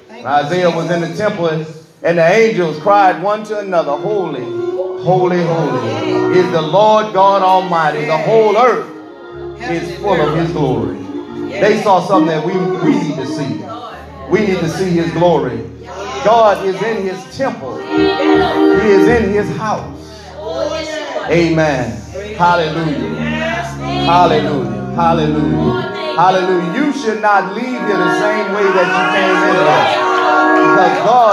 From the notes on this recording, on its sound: This message was recorded at True Vine Missionary Baptist Church